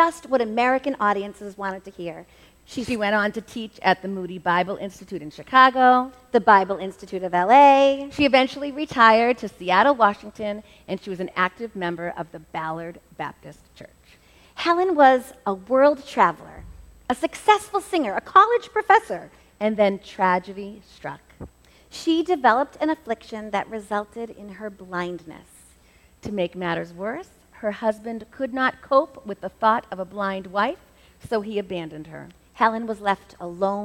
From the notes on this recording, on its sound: This episode was recorded LIVE at the First Baptist Church in Reading, MA. Every once in a while, we get the opportunity to present a Hymn Talk Twin Talk message during a worship service.